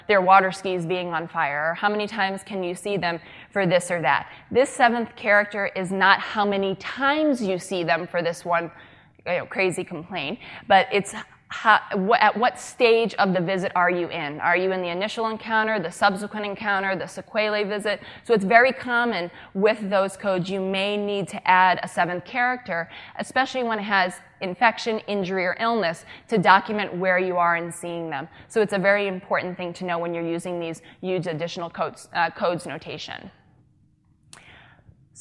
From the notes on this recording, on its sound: during the SDPA’s Annual Summer Dermatology Conference (2016) in Austin, Texas.